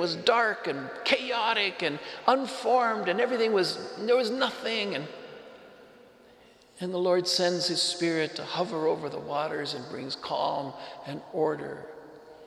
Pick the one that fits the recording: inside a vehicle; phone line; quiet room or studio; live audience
live audience